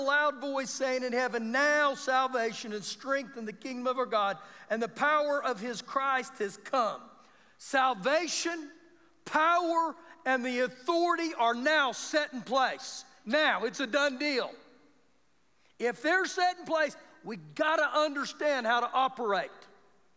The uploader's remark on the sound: Recorded live during our Sunday morning service.